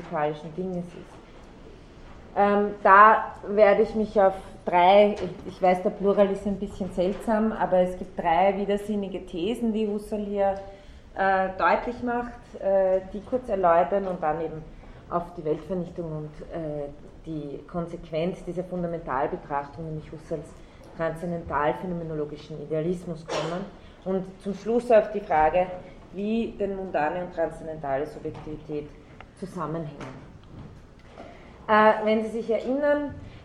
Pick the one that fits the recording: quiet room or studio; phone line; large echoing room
large echoing room